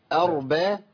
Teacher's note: الهمزة مرققة، الراء مفخمة، الباء مرققة